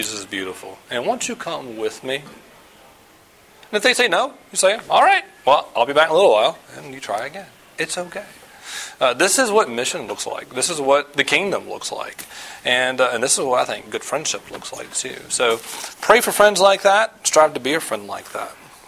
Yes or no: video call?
no